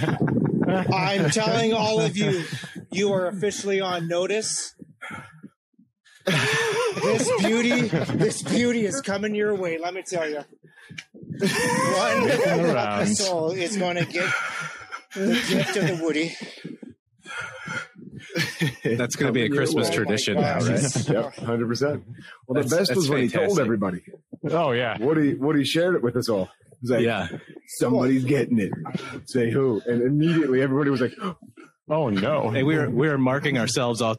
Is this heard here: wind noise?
yes